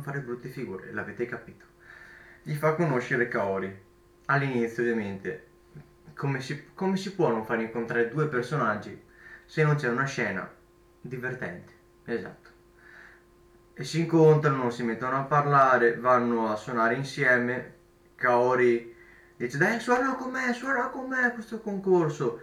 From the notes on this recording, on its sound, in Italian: scusate l'audio un po' metallico ho sbagliato a settare il microfono.